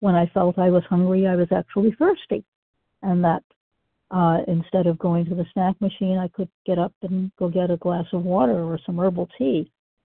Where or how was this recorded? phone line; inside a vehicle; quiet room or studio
phone line